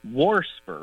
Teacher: warsper, with an extra R thrown in there · Term: R insertion